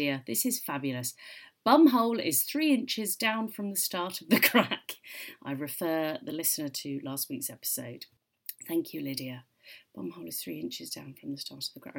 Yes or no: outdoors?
no